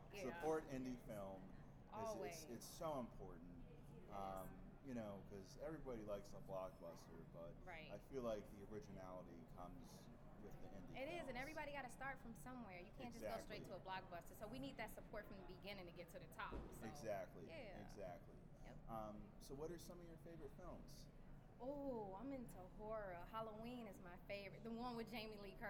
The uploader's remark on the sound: live from Grossfest